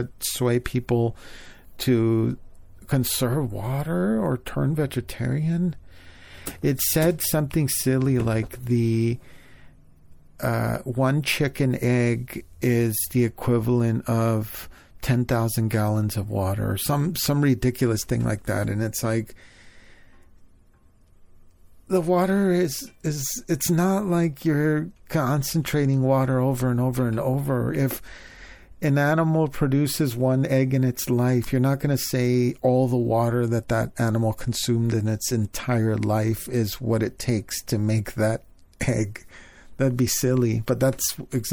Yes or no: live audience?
no